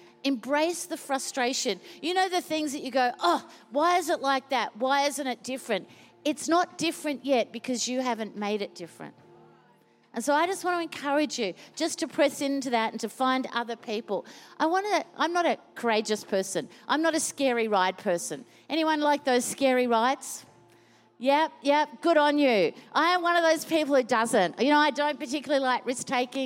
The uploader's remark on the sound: Recorded during our 9am service